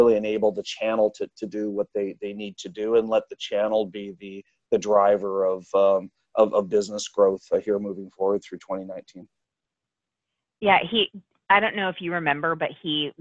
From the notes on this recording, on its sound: This is the Audio version of the Webinar Hosted May 23rd.